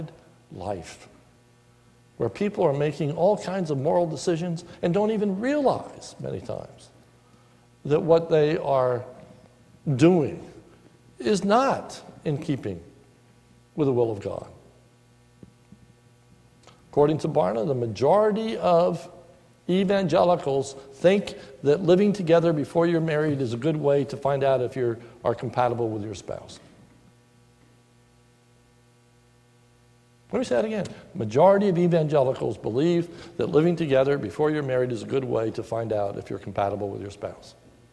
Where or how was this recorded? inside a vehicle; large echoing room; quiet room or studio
large echoing room